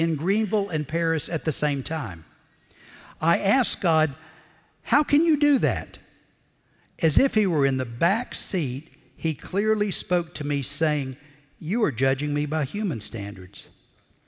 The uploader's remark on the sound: Recorded Live at Brookwood Church.